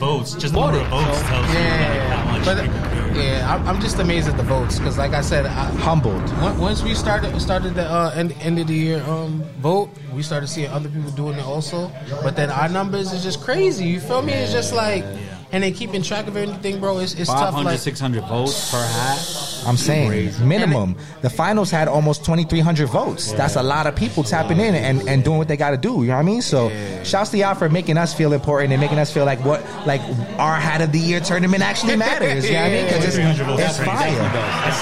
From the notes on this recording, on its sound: Live At Burdeens. A live adventure straight from Burdeens Chicago.